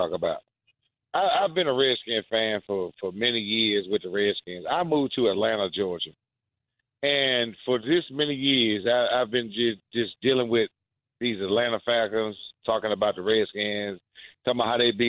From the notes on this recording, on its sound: fans call in to give thoughts as well